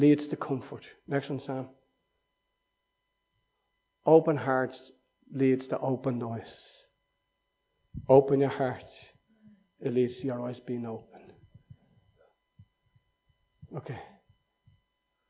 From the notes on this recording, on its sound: Recorded live in Liberty Church in 2019